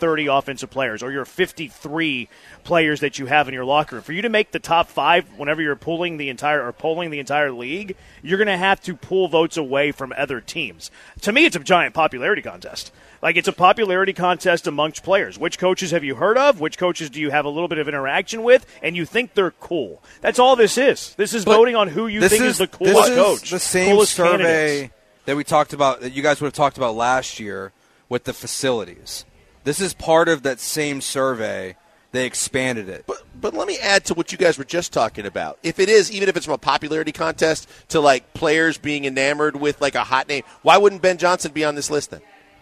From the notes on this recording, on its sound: LIVE from East River 9!